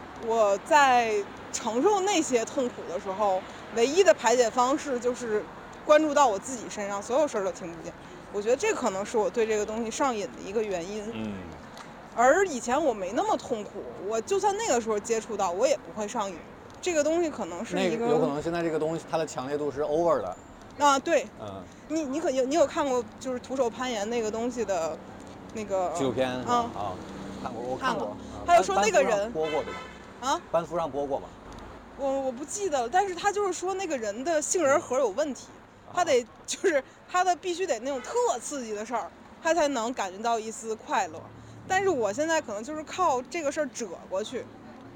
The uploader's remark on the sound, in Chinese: 本期散步路线：张自忠路—东四九条—朝阳门北小街—东四八条—东四北大街—北新桥—交道口东大街—安定门内大街—方家胡同—雍和宫大街。因为这个系列都是在街头录制，所以全程伴随着街头环境音；音量大小有所起伏。